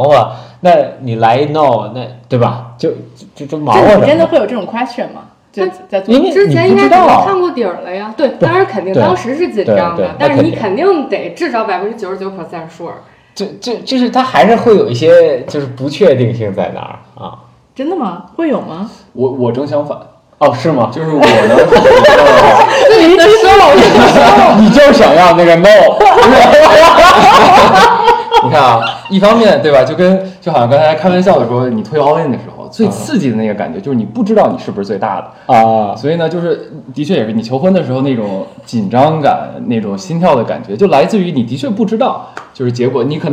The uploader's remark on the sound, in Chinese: 没有4个话筒笑声过大请大家原谅！